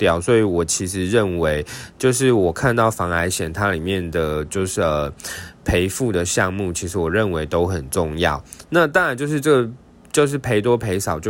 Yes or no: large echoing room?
no